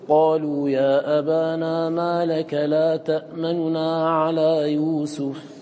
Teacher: المهم الإخفاء والاختلاس لفظان لمعنى واحد، مصطلحان يراد بهما شيء واحد، وقد يقال قد يسمى هذا بالروم كذلك، وحقيقته أن تنطق بالنون الأولى المضمومة ضما مسرعا بإضعاف الصوت، فتقول قالوا يا أبانا ما لك لا تأمننا على يوسف، ما لك لا تأمننا على يوسف.